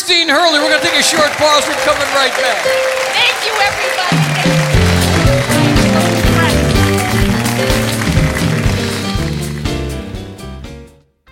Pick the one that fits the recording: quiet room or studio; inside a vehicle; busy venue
busy venue